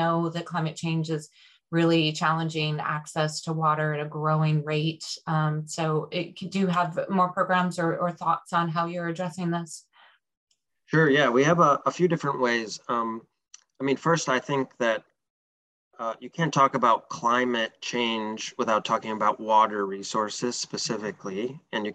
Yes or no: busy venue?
no